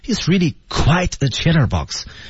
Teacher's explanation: 其实这句话在调当中呢，quite a chatterbox 当中的 quite 啊被加强了。 · Term: 重读